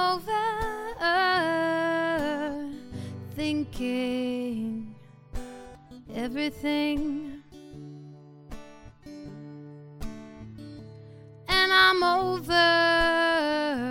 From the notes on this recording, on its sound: Recorded live on stage at the Florida Theater in downtown Jacksonville.